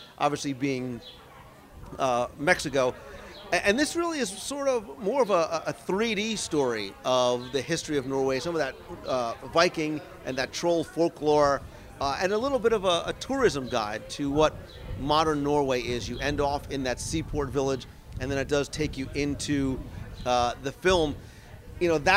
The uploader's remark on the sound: Recorded live from the pavilion itself